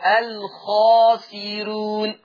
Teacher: السين مكسورة، يبقى لما تجيني راء مضمومة وقبلها كسر الراء ترقق. الخاسرون، رو مش رو، رون، الخاسرون.